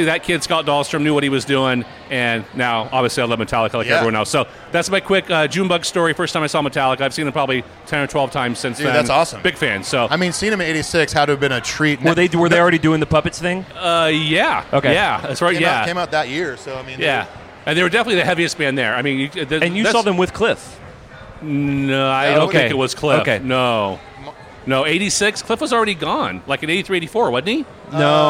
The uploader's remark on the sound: The kind people at Hockeytown Cafe let us set up, record an episode. Live From Detroit.